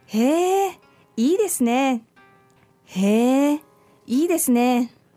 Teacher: the word of surprise, the へえ with the rising intonation, and then we have いいですね.